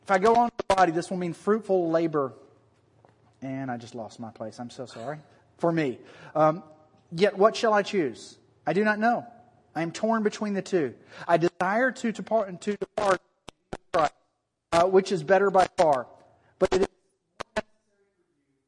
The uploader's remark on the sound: THE SOUND QUALITY IS AWFUL DUE TO A MIC FAILURE.